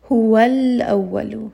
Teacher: So for example, if we have alif lam followed by the letter hamza, huwal awwalu. Now you hear that lam is very clear. I'm not going to drop it. · Term: idhar qamariya